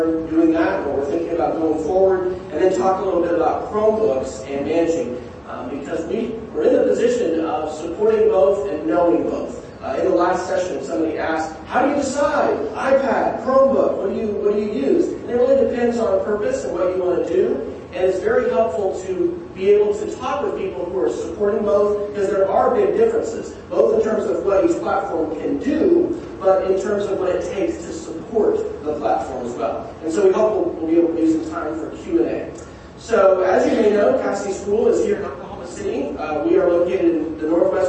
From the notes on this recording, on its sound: At the 2016 Interactive Learning Institute (ILI). In Norman, Oklahoma. The quality of this audio recording improves quite a bit about six minutes into the presentation, because we relocated the recorder in the room.